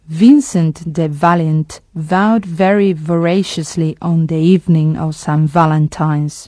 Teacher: tiene exactamente el mismo punto de articulación que la F, pero se trata de una consonante sonora · Term: la V